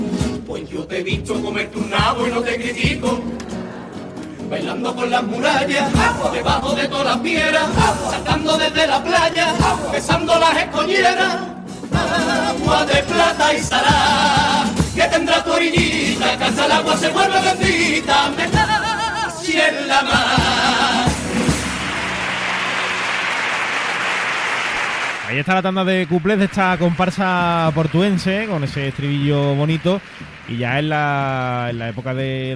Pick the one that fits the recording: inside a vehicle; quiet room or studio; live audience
live audience